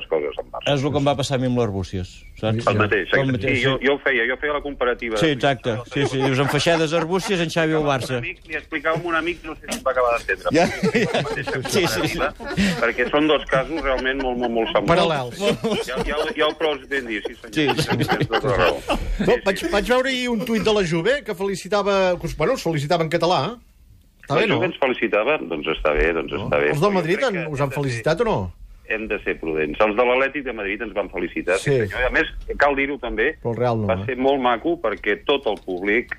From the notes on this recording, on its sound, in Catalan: ha trucat en directe